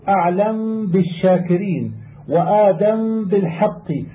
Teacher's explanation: وأما الميم إذا تحرك ما قبلها فتسكن وتخفى بغنة في الباء، نحو أعلم بالشاكرين وآدم بالحق، لأنهما لما اشتركا في المخرج وتجانسا في الانفتاح والاستفال ثقل الإظهار والإدغام المحض بذهاب الغنة فعدل إلى الإخفاء.